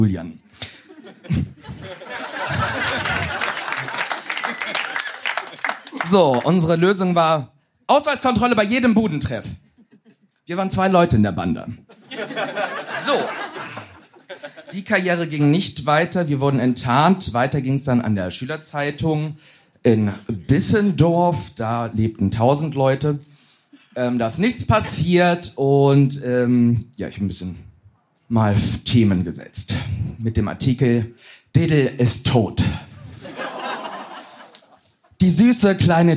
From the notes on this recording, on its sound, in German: Heißen Dank an den Baergarten des Revier Südost, unser tolles Publikum